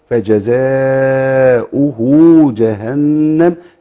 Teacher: لابد من بيان الضم الواو المرسومة الصغيرة على السطر لأنها منطوقة في قراءة النبي صلى الله عليه وسلم، فجزاؤه جهنم، لابد من بيان هذه الواو. · Term: الصلة